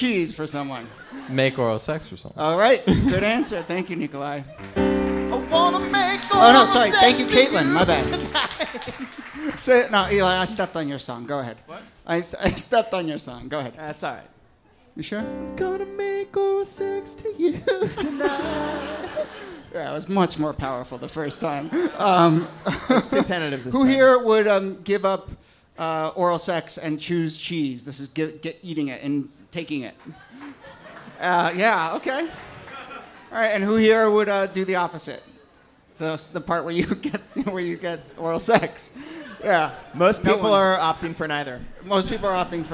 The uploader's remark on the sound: here's a bonus full episode from one of our recent favorite live shows